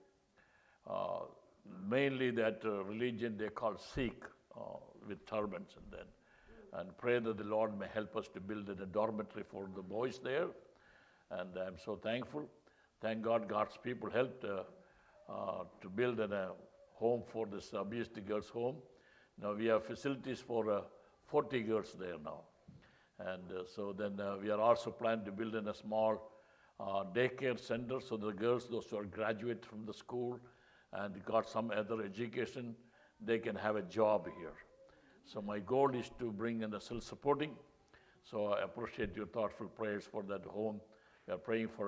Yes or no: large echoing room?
yes